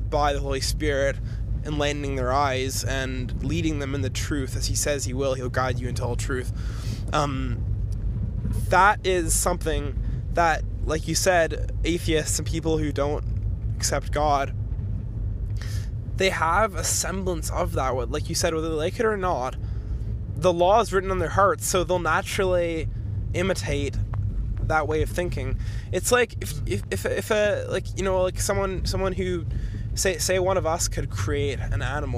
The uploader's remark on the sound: we apologize for any lack of recording quality - we did this episode in the car!